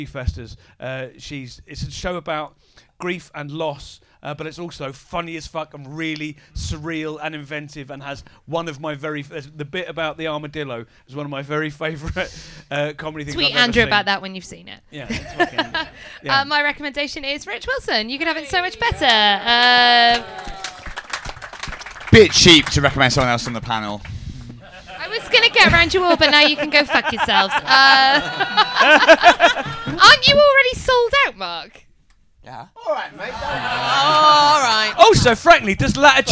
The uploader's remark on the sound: Live from Ed Fringe. The Comedy Arcade is coming at you LIVE from Edinburgh Fringe! Run live, chaotically, and exclusively at Underbelly Bristo Square. Late night Edinburgh Fringe 2023.